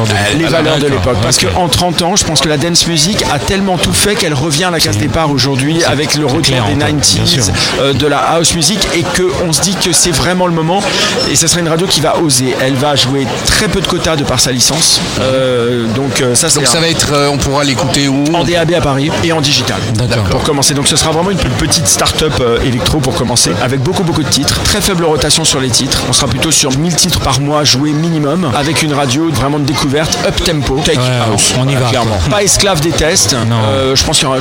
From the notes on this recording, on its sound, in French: En direct du Dock B à Pantin